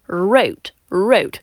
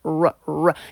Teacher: мы будем кончик языка подымать наверх и заворачивать назад, как будто мы языком во рту пытаемся обнять теннисный мячик, да, вот для пинг-понга, такой маленький, очень округлое получается ощущение во рту. · Term: английский звук r